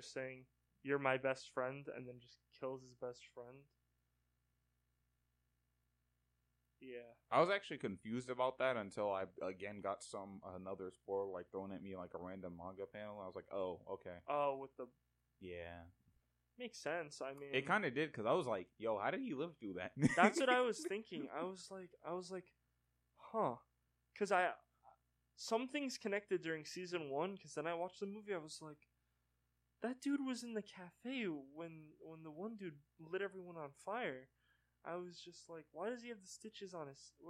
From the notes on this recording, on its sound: Warning this audio is bad